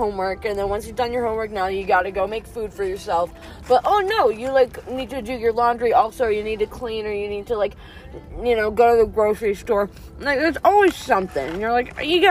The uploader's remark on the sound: join me to talk about girl talk in the car